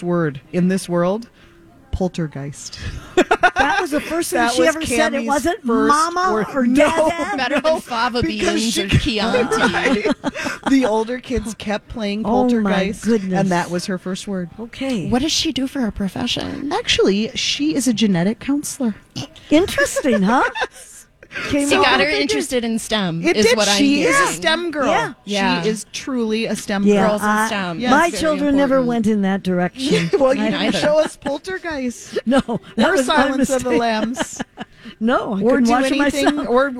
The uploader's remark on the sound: They relay their experience while they broadcast live from the Science Museum of Minnesota for a Santa Stop.